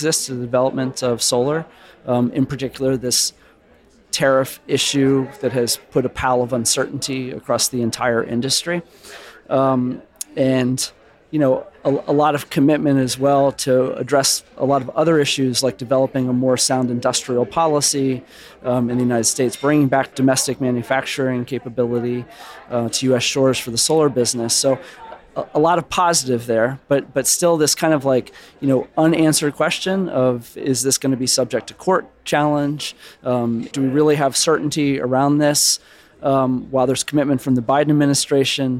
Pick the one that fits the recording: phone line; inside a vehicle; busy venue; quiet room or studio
busy venue